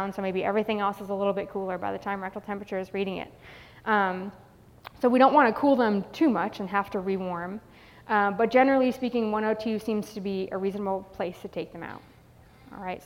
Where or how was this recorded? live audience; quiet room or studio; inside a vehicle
live audience